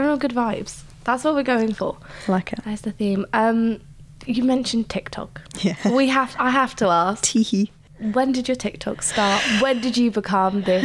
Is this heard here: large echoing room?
no